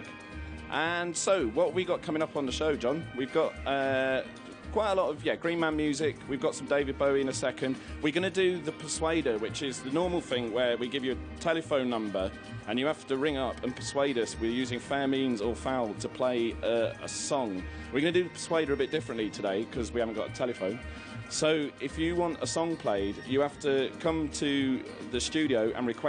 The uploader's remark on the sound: BONUS: Green Man Festival (Saturday). Broadcasted from a boggy field in the beautiful Brecon Beacons in Wales on Green Man Festival radio.